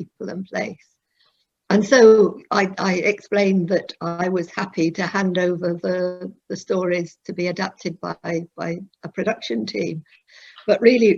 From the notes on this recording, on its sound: This episode is the audio version of a live online session at #JLFToronto2020.